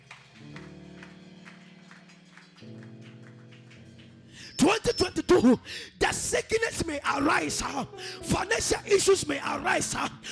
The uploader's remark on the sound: This is a Sunday service Recorded live from the VOG premise at Blue Lagoon, Sakaman.